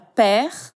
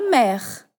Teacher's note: tem o E do português, com essa pronúncia mais aberta